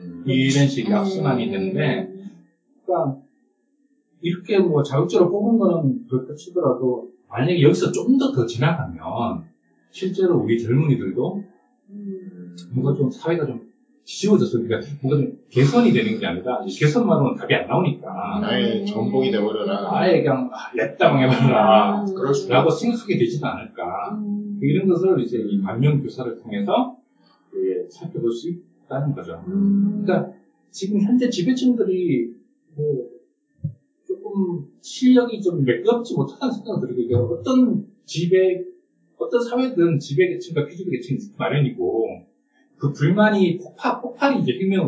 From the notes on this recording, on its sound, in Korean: 1회부터 3회까지 녹음상태가 고르지 못해 죄송합니다.